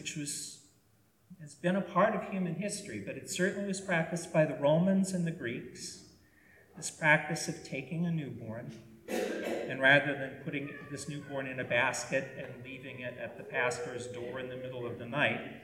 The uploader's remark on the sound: We apologize for the audio issues in this podcast.